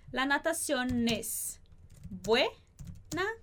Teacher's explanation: a gente vai juntar esse N com o S.